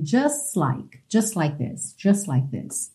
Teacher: você acaba omitindo mesmo esse T e já junta o S do just no like. Você tem just like this, ok?